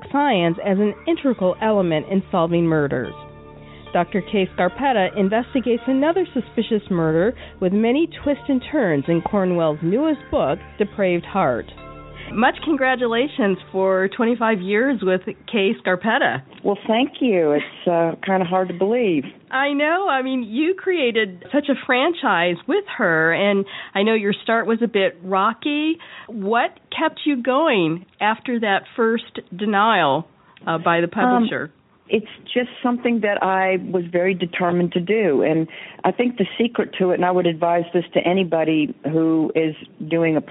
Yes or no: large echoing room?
no